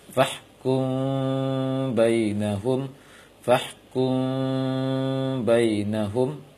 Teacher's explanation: Sebagai contoh, fahkum bainahum, karena mim sukun direnggangkan bibir sedikit ketika bertemu dengan ba, tidak dirapatkan total · Term: ikhfa